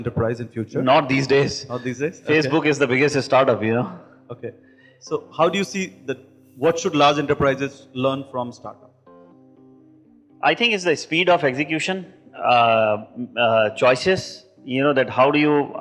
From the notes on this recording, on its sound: This is an interactive session in which the audience at Innofest Hyderabad interact